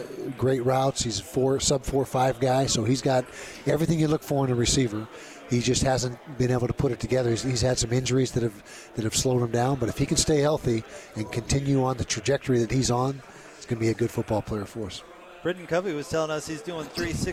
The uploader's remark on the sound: LIVE from Pac-12 Media Day in Los Angeles, CA.